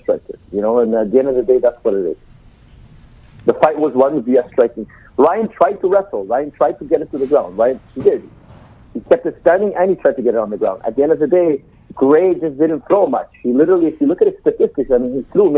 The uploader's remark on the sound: call into the show